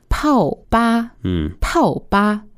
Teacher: fourth tone and first tone